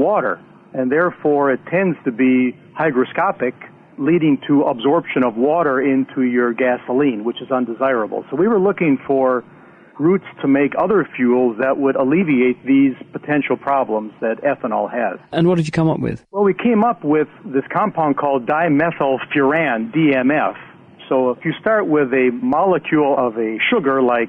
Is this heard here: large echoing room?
no